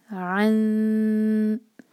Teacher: یہ الف نہیں ہے، عین کو پڑھنا ہوگا حلق سے. عن، اور نون کو چھوئیں گے نہیں، نون ایمٹی ہے، یہاں پر ہم اخفاء کریں گے اور تا کے لیے زبان تیار کریں گے.